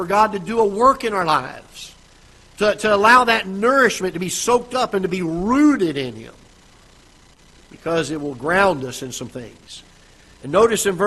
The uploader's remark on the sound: Ketha Heights Baptist Church ~ Live Broadcast